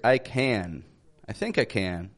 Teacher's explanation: we stretch that N out at the end of the word